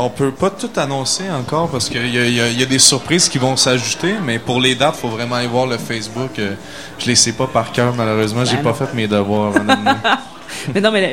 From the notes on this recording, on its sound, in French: Lors du Festival OFF de Québec 2015 sur les ondes de CKRL 89,1, en direct du bar Le Sacrilège.